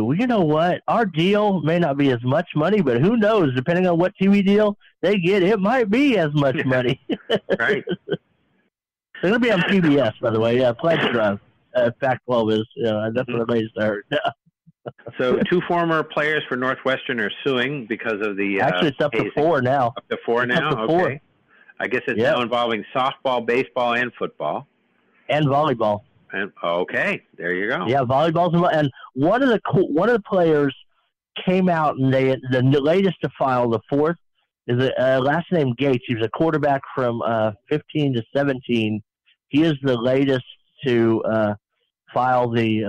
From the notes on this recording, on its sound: take your live calls